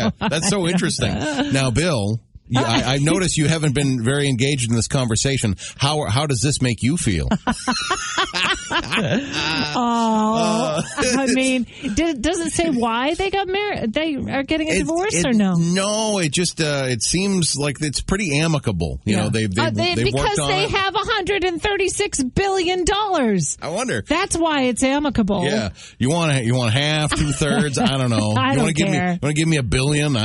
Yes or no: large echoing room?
no